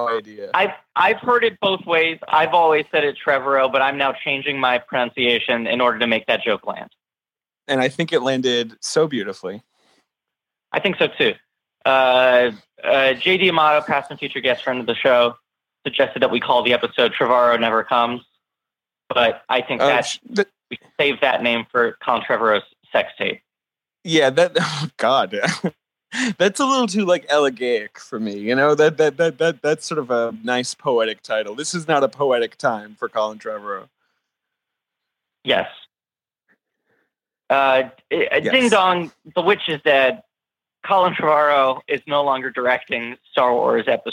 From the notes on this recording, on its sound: call in remotely